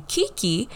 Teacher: it's a velar voiceless plosive